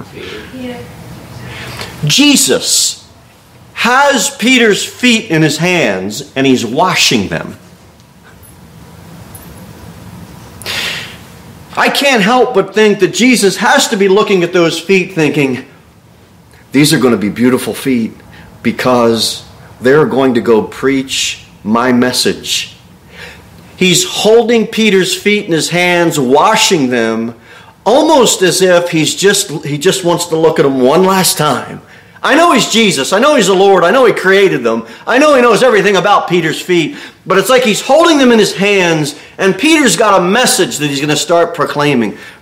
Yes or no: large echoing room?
yes